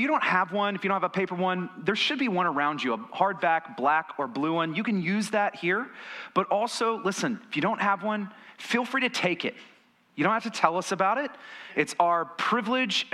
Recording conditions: large echoing room